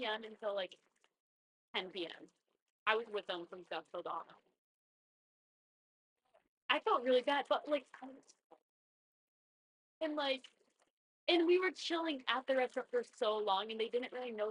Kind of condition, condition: fault, poor microphone